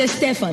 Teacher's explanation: Second syllable is the accent.